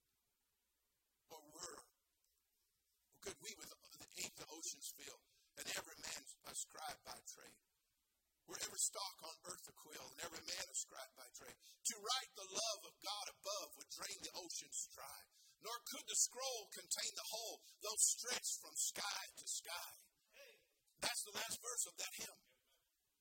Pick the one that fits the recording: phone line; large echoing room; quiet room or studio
large echoing room